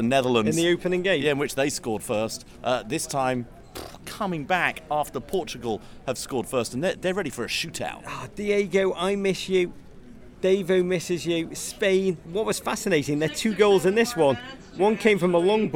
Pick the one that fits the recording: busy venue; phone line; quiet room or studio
busy venue